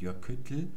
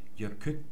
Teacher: Man stoppt also beim T und lässt dann nur noch die Luft an der Zunge entlang zu beiden Seiten entweichen. · Shown in: second take · Term: sehr stimmlos